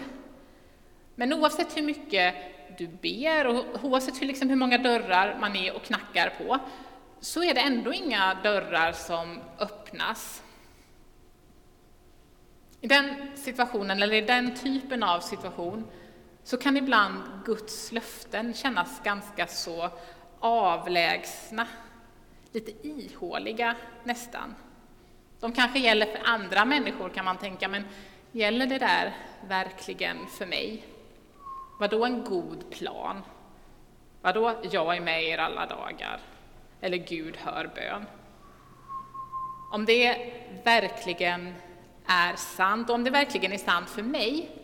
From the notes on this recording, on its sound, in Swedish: Inspelning från Immanuelskyrkan Skövde.